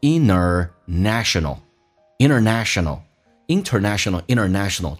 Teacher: 在口语化当中经常有弱化现象， NT 组合可以把 T 去掉